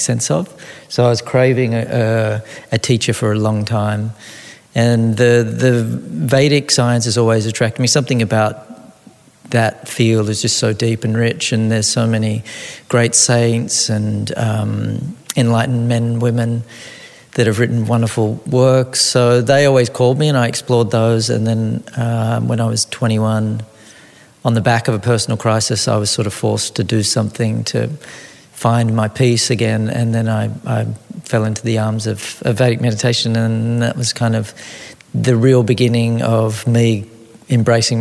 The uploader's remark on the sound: This episode was recorded in front of a live audience at Soma Retreat in Byron Bay.